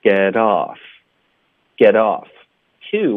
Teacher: get 跟 off 我们要连读，浊化这个特的音 get off,Get off to,我们弱读成 to, get off to, get off to